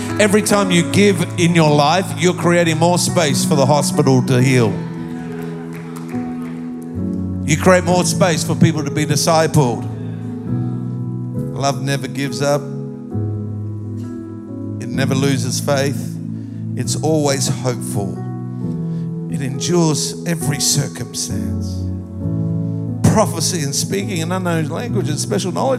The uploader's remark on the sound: Recorded live at Planetshakers Church (Melbourne) on Sunday 15th of October 2023.